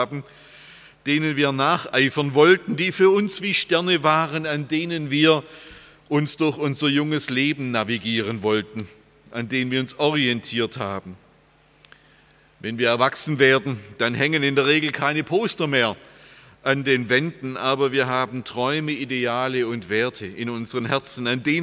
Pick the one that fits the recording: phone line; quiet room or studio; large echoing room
large echoing room